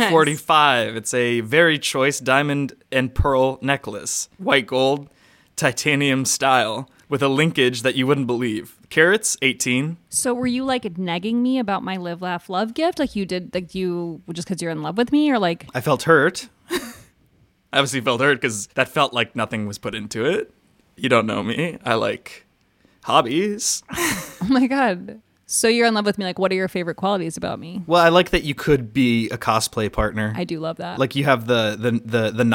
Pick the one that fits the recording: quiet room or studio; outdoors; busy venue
quiet room or studio